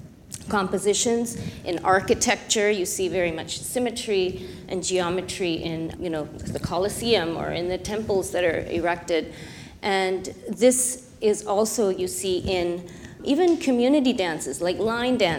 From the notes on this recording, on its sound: Recorded Live in Partnership with Austin Opera. Recorded in front of a live audience.